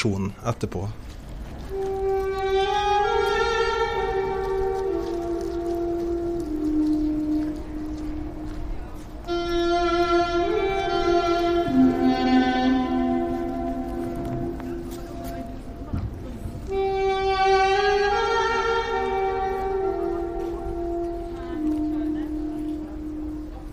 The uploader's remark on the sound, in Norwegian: Tok turen til Kristiansand sentrum en ettermiddag nå i desember for å få med seg tårnkonserten. Fra torget i Kristiansand fanget ho opp lyden fra kirketårnet.